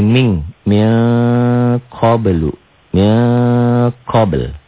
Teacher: Merubah N jadi eng, N-nya tambah G. · Term: ikhfa